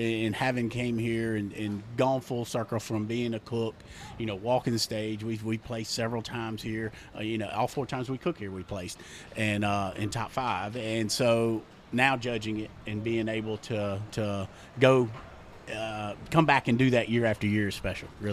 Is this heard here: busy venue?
yes